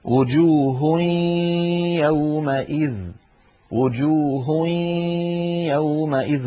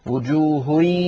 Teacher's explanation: الفم يخرج ياء والأنف يخرج غنة في الوقت نفسه · Shown in: first take · وجوه هوي، فلا بد من الصوتين معا. · Term: الإدغام الناقص